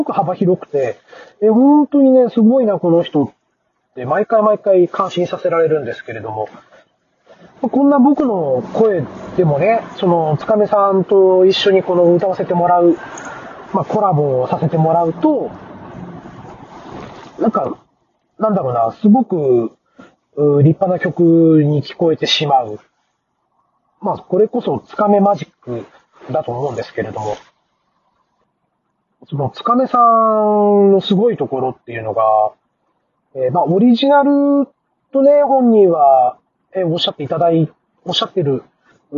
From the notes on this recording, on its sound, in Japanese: 今回も車の中から収録した分を配信致しました。走行音もそうですが、マイク付イヤホンでの声がかなり聞き取りにくいかもしれません・・・。